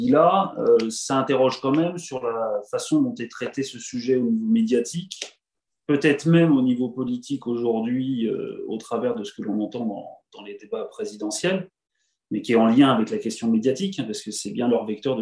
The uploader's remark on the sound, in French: 21 janvier 2022 en visio